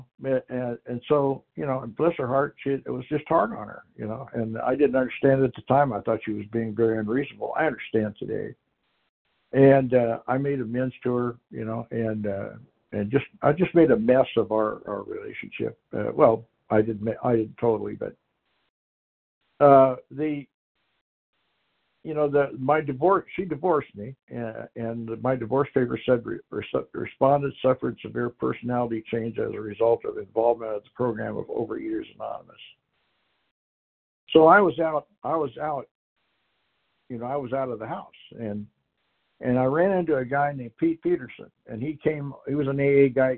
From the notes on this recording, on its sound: Qualification from the 100 Pounders Phone Meeting.